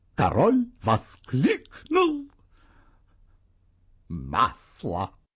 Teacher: В незавершенности голос идет вверх, и мы как будто ждем чего-то еще добавочного сообщения. · Term: незавершенность